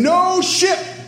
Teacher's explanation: it is a bilabial plosive stop, not a linguodental stop